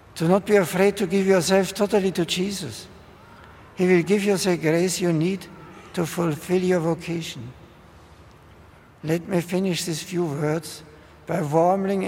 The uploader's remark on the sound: addresses 80,000 pilgrims at a vigil in Hyde Park